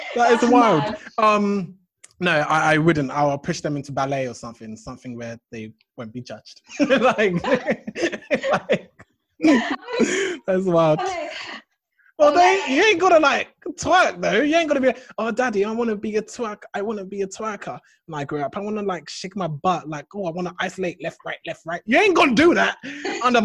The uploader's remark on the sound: Interacted with our fans who interacted with us via the comment section.